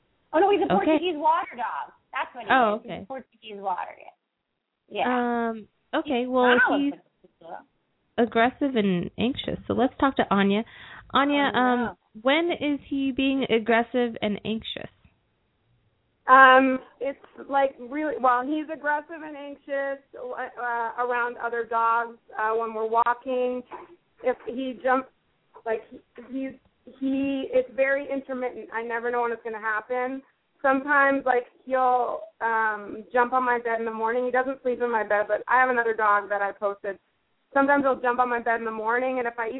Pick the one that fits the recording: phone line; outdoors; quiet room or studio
phone line